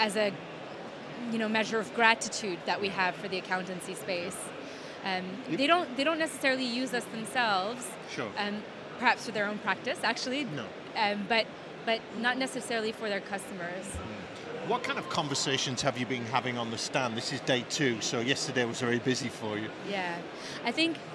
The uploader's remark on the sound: Event Special - Accountex 2023 Live Interviews